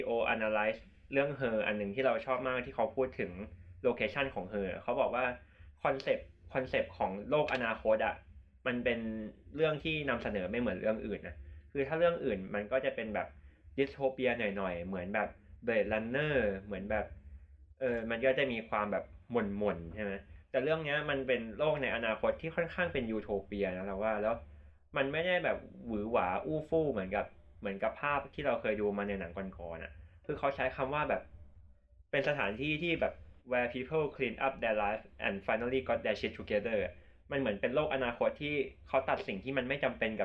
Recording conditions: poor sound quality